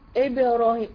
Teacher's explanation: انا جبت قلقله بس ايه مايله للفتح